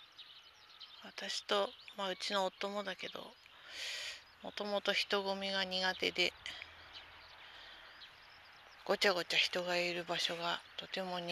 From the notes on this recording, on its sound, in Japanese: 第３０回 早朝さんぽ収録。朝のさんぽ途中に収録してみました。家のすぐそばの公園で、ベンチに座ってみたり、歩きながら収録してみたり。人が通る度にドキッとします(笑)鳥の声が、聴こえるといいのですが。